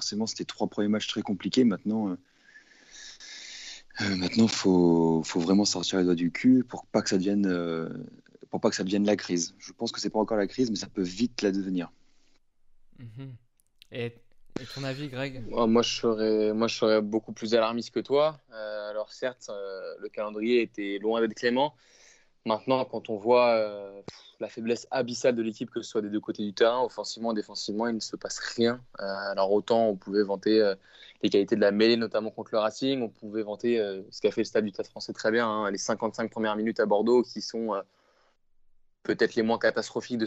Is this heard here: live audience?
no